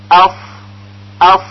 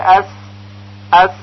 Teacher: در هنگام تلفظ این سه حرف هوا از لای دندانهای ثنایا عبور میکنه و صدا و صفیری به وجود میاره